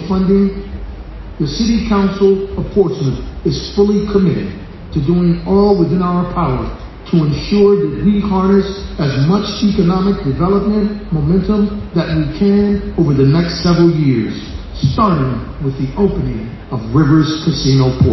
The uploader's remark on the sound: speech on the morning Rivers Casino opened its doors to the public